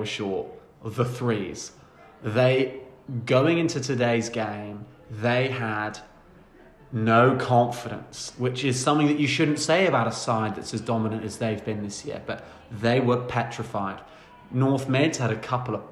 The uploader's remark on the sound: It's another post-match changing room special, another in-person record